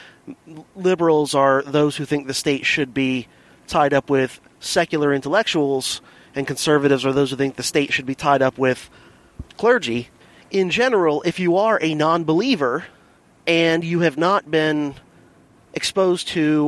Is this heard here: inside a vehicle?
yes